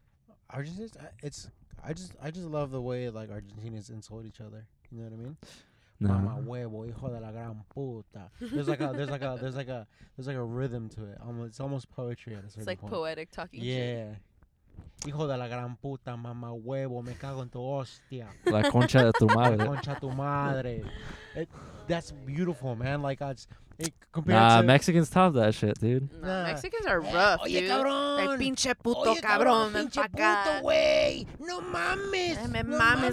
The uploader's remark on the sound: This pod is just 3 Latin X's just vibin' in a latesla (latino + tesla).